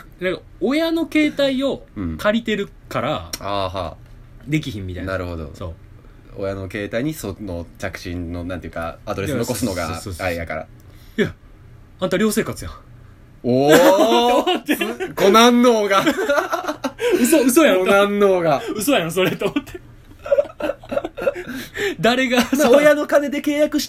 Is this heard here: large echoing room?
no